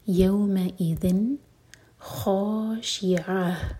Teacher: ہم نون کے ساؤنڈ کو چھپائیں گے نہیں، اور نہ ہی ٹائم دیں گے، کلیئر پڑھیں گے، ظاہر کریں گے · Term: اظہار